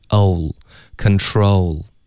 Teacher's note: 这个 o 双元音滑动嘴唇的动作还是需要的